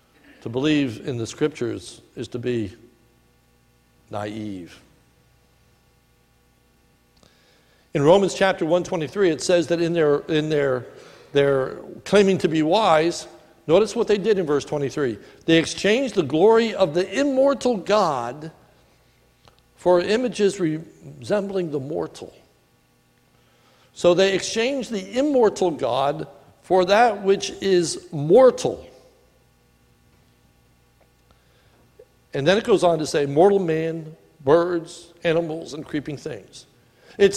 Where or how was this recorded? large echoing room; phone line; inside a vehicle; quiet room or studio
large echoing room